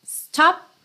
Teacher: esse P do stop corta o som mesmo. Você nem precisa do, tá, da percussão.